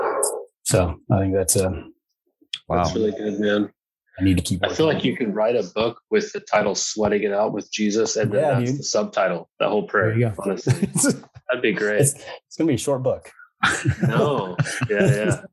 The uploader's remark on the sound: check in over Zoom